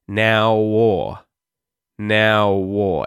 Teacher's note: the W sound at the end of the word now links to the next vowel in the word or.